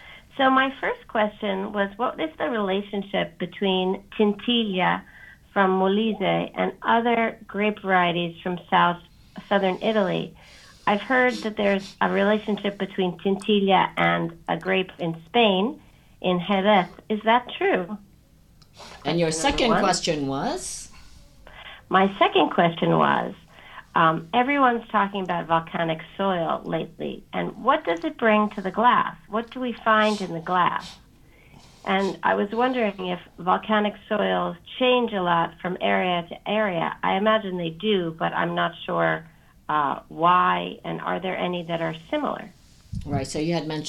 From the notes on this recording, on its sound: Italian Wine Podcast. Phone call.